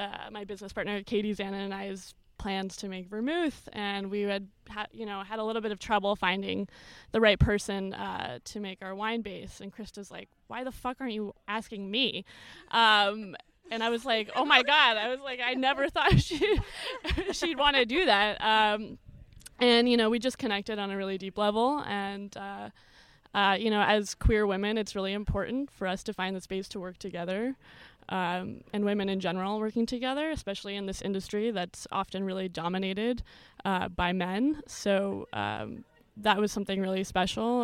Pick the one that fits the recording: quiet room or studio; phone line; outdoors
outdoors